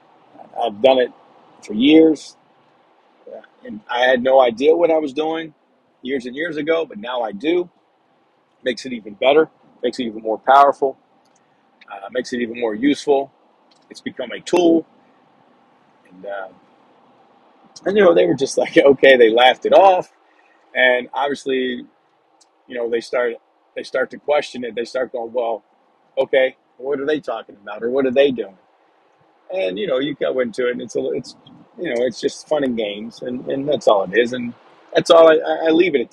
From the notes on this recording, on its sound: Sorry for the background noise I am driving and recording on my phone.